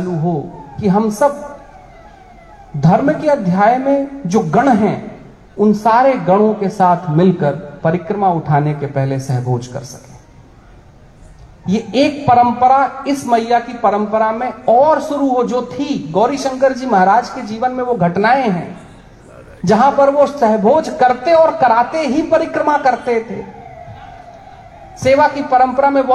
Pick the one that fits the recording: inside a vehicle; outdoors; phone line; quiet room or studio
outdoors